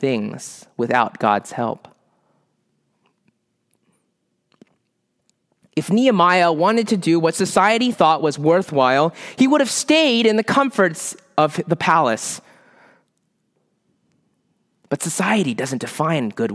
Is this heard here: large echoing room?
yes